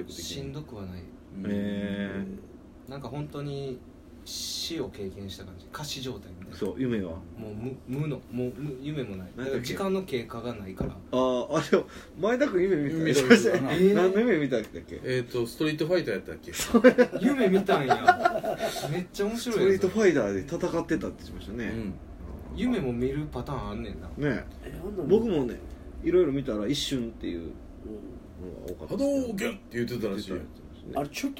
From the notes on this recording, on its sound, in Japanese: 神戸、SPACE DOG!RECORD(お店)より。